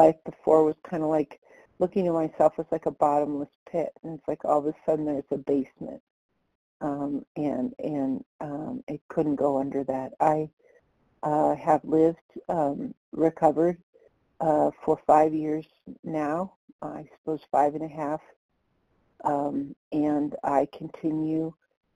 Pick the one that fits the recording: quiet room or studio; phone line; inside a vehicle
phone line